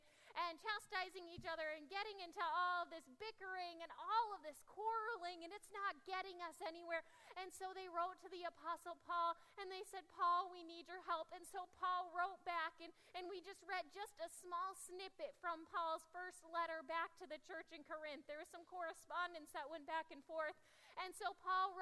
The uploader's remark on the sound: Audio from 9am service